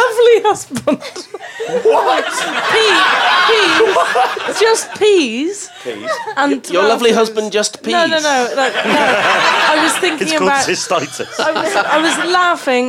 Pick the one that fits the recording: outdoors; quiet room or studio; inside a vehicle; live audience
live audience